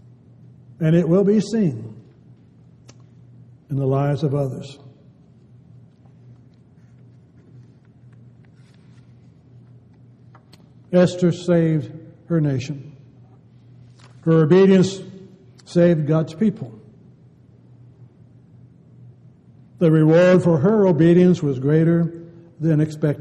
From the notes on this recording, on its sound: Downtown Church Of Christ Audio Sermon